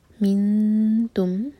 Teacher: من یہاں پر ہے اخفاء، دو سیکنڈز کا ٹائم دیں تاکہ یہ زبان تیار کریں.